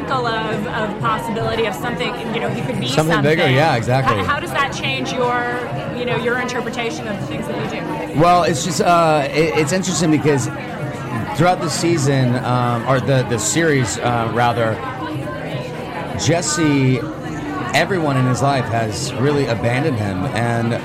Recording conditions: busy venue